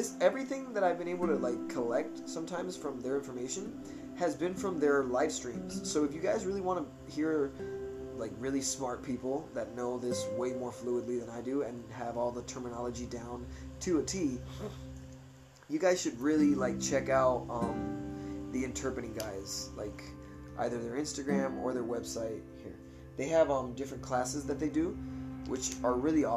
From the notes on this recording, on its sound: it is his phone that I'm using to record it